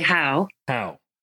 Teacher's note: Okay, so if you think of a classic phrase, how now, brown cow, that's in RP, very rounded, open mouth, a very open sound